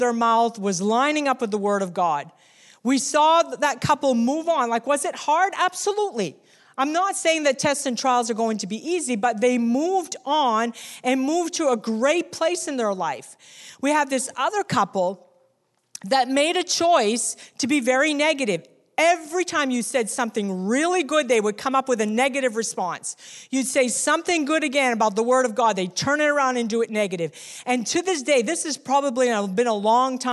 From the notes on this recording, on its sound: recorded on Sunday, October 27, 2019, during second service at The Anchor Church in Rockport, Maine